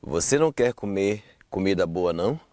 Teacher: that last no has to be there without any kind of pause